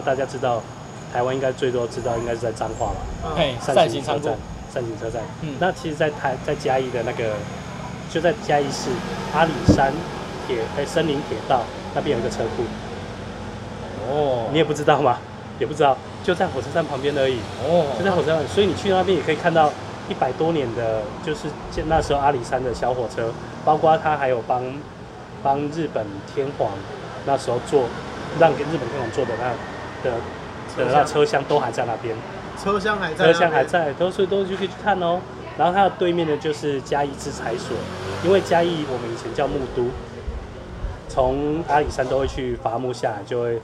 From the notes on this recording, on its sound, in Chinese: 錄音地點：Chen Coffee